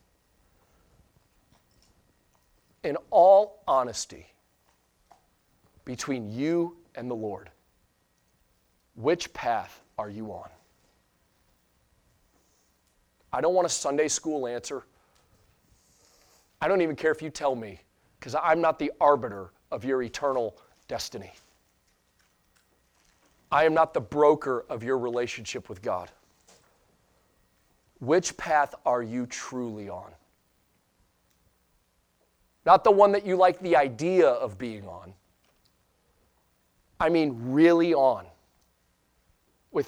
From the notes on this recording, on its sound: Sunday Morning Sermon Audio